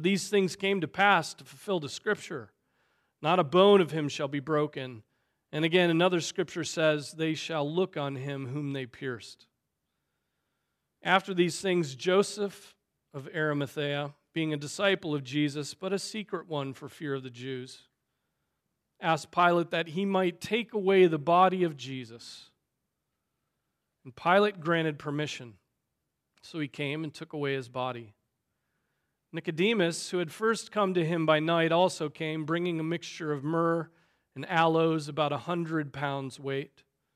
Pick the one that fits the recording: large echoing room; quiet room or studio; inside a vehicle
large echoing room